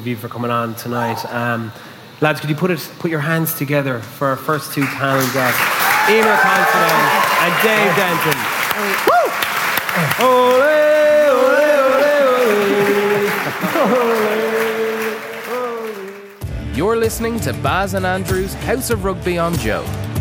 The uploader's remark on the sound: House of Rugby World Cup launch party